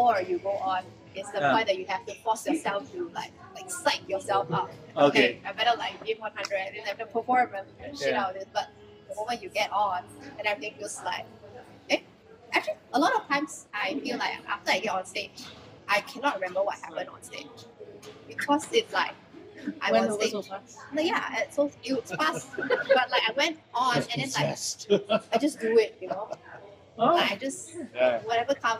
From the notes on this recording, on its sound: Please forgive the sound quality. This was recorded in a rather noisy environment.